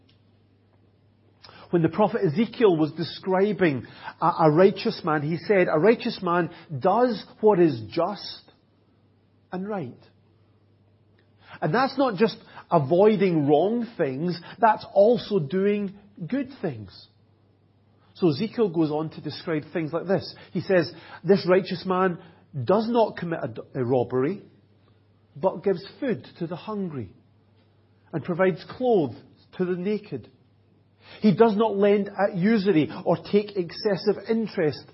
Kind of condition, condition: setting, large echoing room